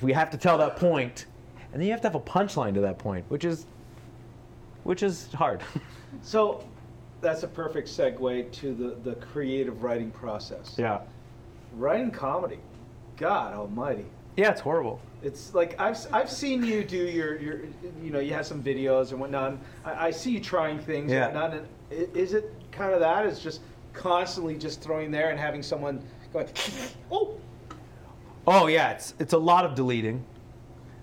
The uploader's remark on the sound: Recorded live in front of an audience in Brantford, Ontario, on October 30, 2018, at the Gunner's Club.